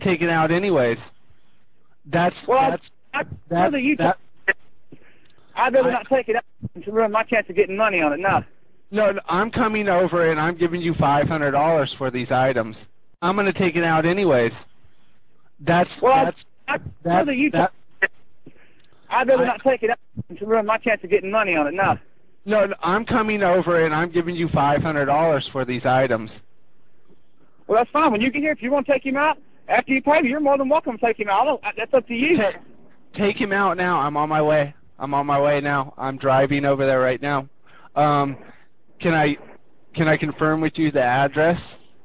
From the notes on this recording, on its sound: …'s Personal Prank Phone Calls Collection.